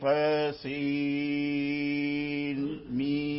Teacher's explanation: سكت حمزة سكتة قصيرة